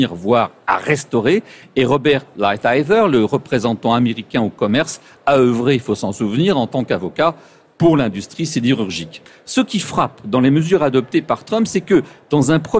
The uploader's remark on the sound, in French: En direct du Salon du Livre